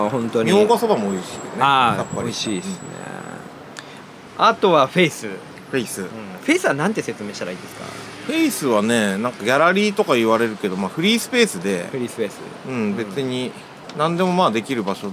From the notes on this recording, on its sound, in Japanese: 今回は、美味しい蕎麦とお酒が頂けるお店「椿」のテラス席での収録でした。風が気持ち良い。